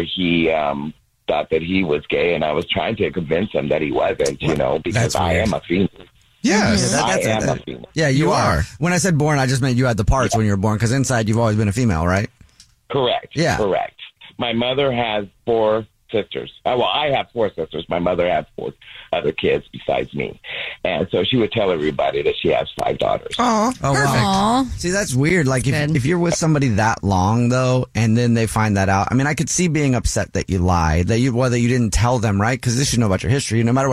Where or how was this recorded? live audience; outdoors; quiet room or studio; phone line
phone line